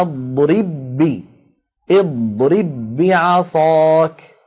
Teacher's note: الباء الأولى في الثانية ويكون النطق بباء واحدة مشددة نطبق الشفتين على الباء الأولى ونفتحهما على الباء الثانية